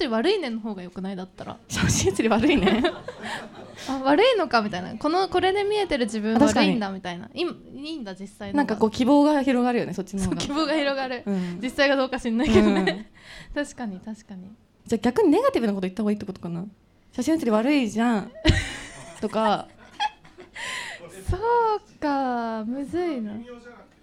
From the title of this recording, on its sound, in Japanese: 公開収録